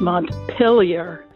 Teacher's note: I believe it's Montpelier with an I sound, even though it isn't spelled that way